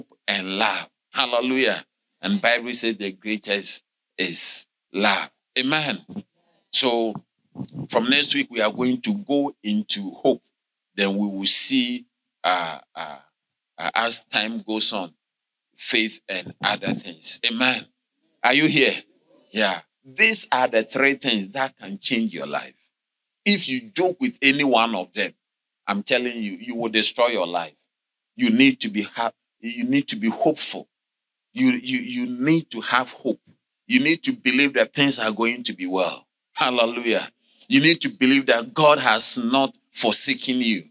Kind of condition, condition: setting, large echoing room